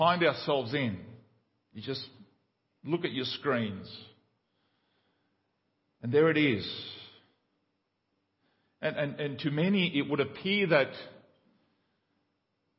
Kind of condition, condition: setting, large echoing room